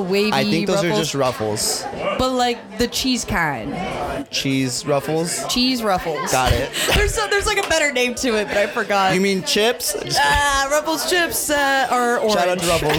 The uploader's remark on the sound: Please welcome our 3rd guest from our live event series! This podcast was recorded at the Rapunzel Salon and Spa in Boise, Idaho live. The event was a 21+ Trunk or Treat where local businesses, and community members came together to have a good time enjoying what Boise has to offer.